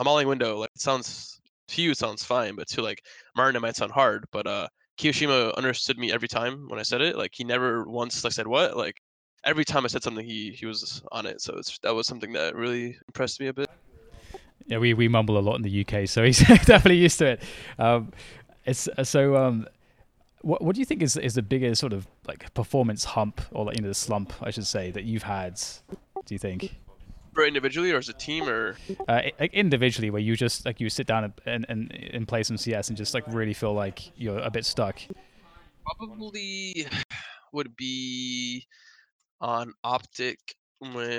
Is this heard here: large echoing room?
no